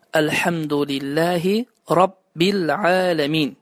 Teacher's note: Rabbil sözündə kəsrə əvəzinə damma istifadə edirlər və deyirlər Elhamdülillahi Rabbul alemin.